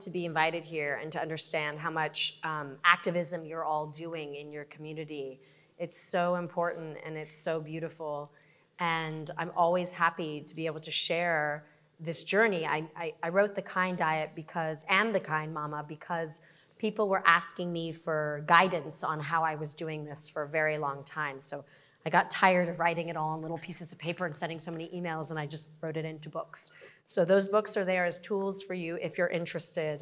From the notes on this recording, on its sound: LIVE at Chai in the Hub. For our third-ever live podcast, we went big—a big crowd and a big-time Hollywood celebrity. A live audience of more than 450 people. At CJP’s annual Chai in the Hub celebration.